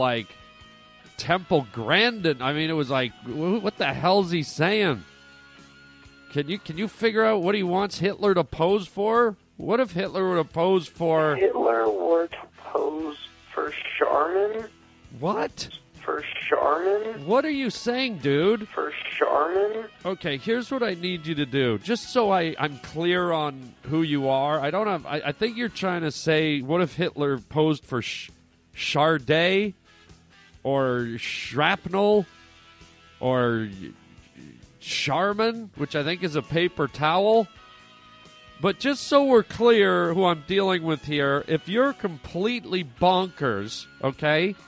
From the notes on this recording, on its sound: Phone calls from YOU guys, the Pavement Pounders! Today we play a bunch of great phone messages from some of our listeners.